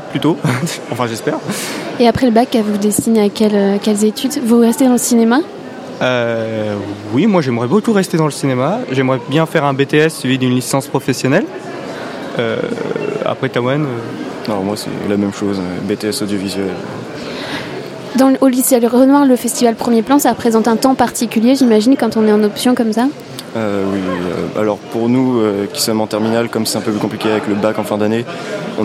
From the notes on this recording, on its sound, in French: Toute cette semaine, nous sommes installés dans le hall du Centre des Congrès, à l’occasion du festival Premiers Plans.